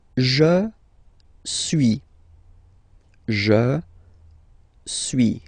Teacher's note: you don't pronounce the final S